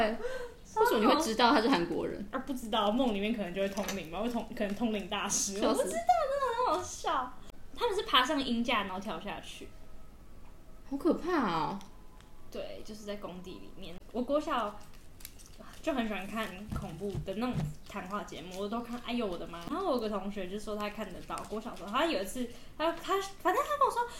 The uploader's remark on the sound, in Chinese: 這集很多拆食玩包裝的雜音！能剪掉的盡量剪掉了！請見諒！